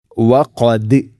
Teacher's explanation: ദാലിനെ ശരിക്കും കേൾക്കണം, കൽക്കല ചെയ്യണം.